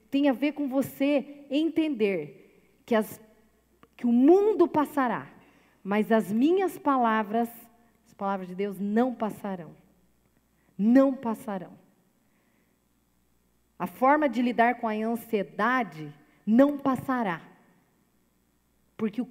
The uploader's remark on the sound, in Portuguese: Gravado ao vivo na Igreja Presbiteriana Central de Cascavel.